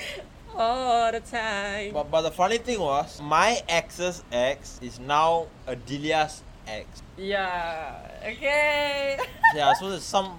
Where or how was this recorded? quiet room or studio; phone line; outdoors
outdoors